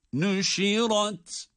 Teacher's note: Ra kalın, ta ince.